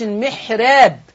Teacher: المحراب الراء مرققة لورش عن نافع، يعني يقراها ورش المحراب.